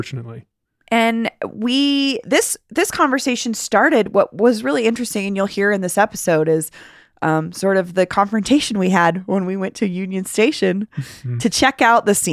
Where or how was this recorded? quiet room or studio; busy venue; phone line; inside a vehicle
quiet room or studio